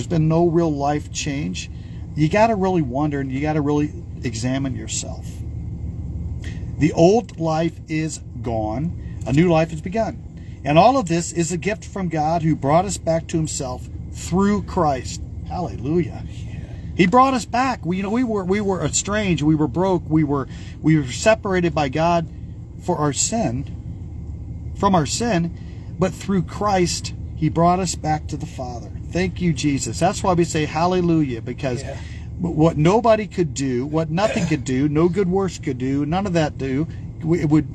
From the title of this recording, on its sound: Brown Bag In The Van